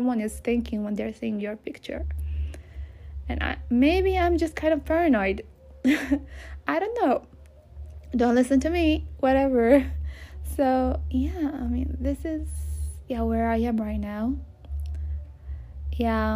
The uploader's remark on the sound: Please do understand this was not planned episode, so you might hear background noises and me stuttering or going back and forth with myself, or losing words.